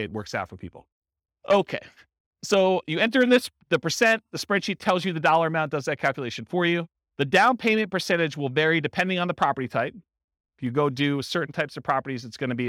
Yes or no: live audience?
yes